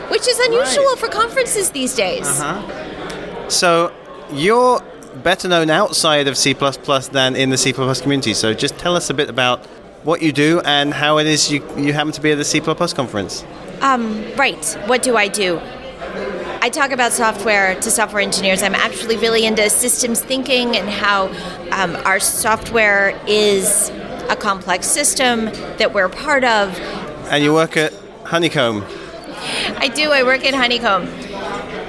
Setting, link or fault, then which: setting, busy venue